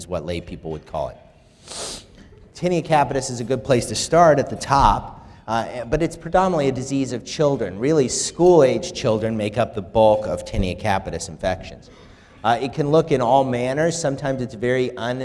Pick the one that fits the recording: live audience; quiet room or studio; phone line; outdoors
live audience